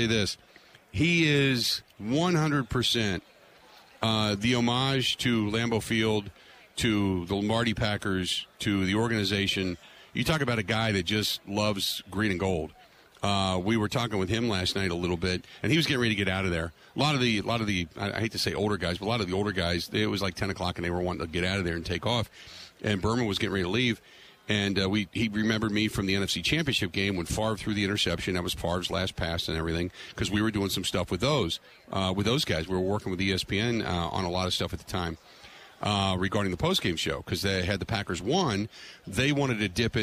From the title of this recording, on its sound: Live From Radio Row At Super Bowl 57